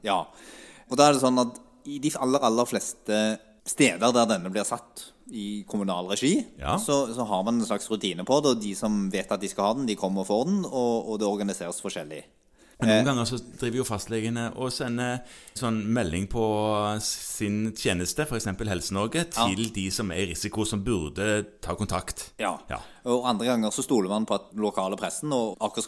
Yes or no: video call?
no